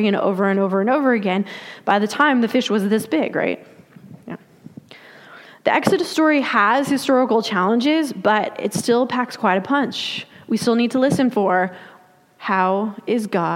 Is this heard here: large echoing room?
yes